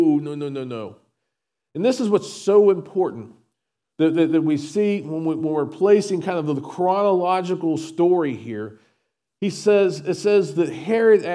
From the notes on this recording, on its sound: SVBC Morning Service. Recorded at Shenandoah Valley Baptist Church on Dec 24, 2023.